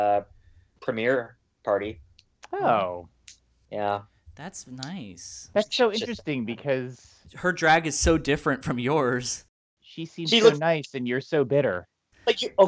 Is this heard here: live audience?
no